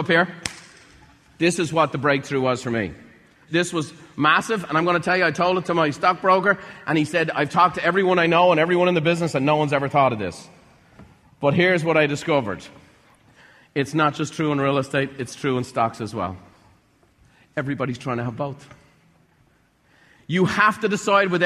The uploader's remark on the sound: In this episode, recorded live at a Buffini & Company event.